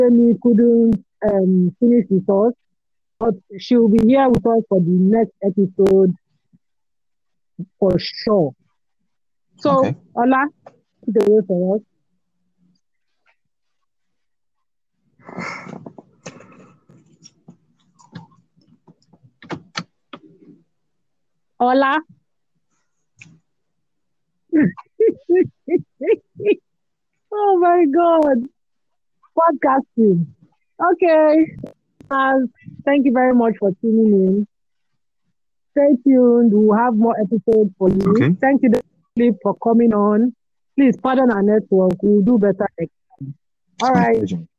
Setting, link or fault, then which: fault, drop-outs